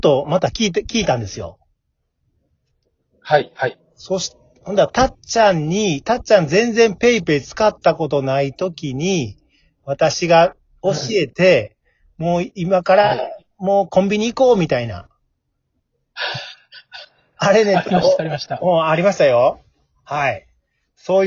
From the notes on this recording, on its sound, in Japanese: From Radiotalk。リモート収録。